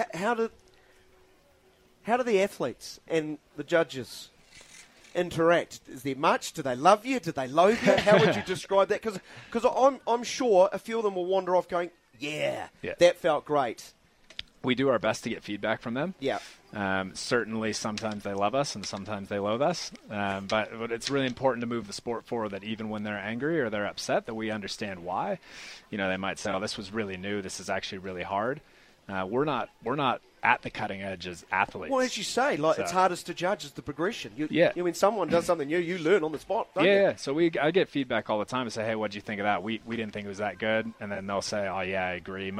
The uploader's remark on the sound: Was at the Winter Games broadcasting live from Cardrona.